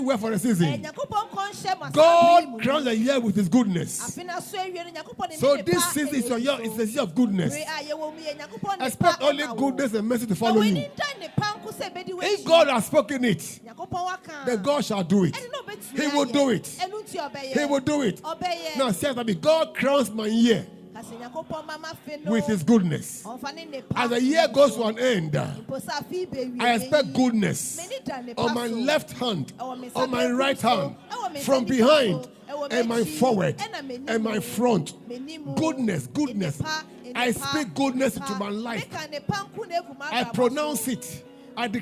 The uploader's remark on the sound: Preached At LCC Goshen